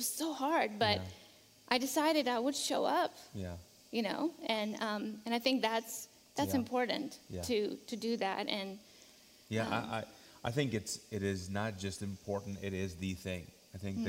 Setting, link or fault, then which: setting, large echoing room